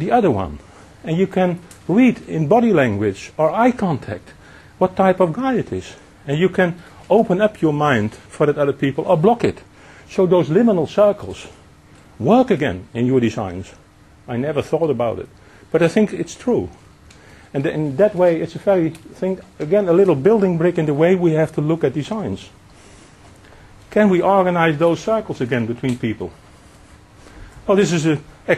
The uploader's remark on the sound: One of a broad lecture series organised by Urban Design London